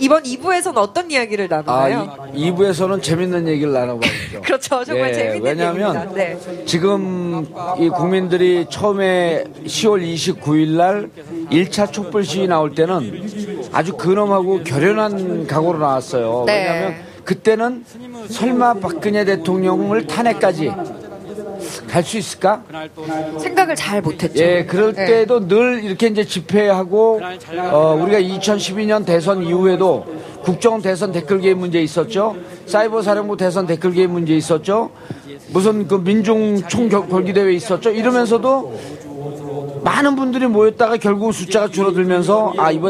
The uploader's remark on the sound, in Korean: 광화문 공개방송